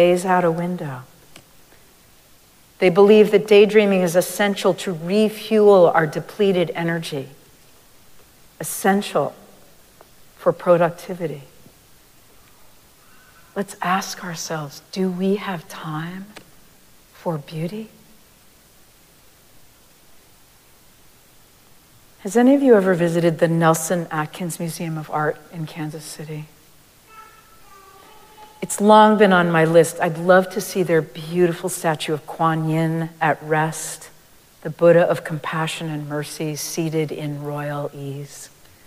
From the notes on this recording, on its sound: Recorded live at Arlington Street Church